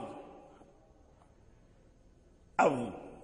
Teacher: النطق بالضاء سهل لأنه من رأس اللسان والثنايا العليا